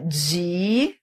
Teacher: eu tenho uma vogal e outra vogal, elas estão em sílabas distintas, então isso é um hiato